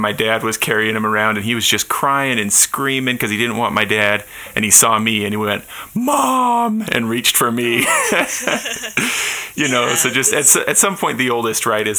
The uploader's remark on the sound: I apologize that due to my own technical difficulties the sound quality isn't pristine in this episode.